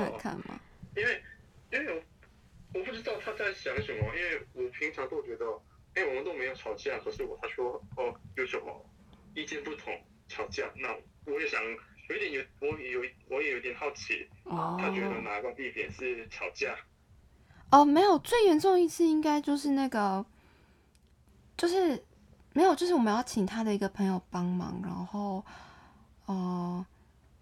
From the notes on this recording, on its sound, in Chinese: 遠端通話錄音，音質不佳請見諒